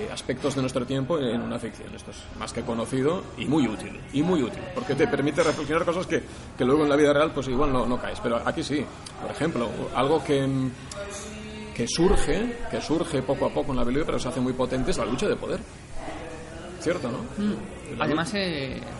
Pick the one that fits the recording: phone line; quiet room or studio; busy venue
busy venue